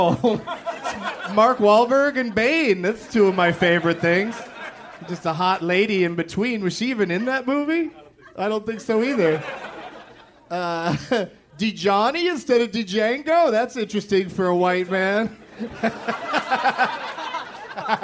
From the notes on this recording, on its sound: Live from the Punch Line in Sacramento